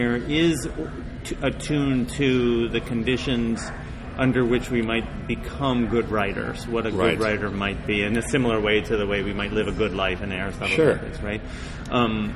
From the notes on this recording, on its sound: The episode was recorded in the restaurant at the Emory Conference Center.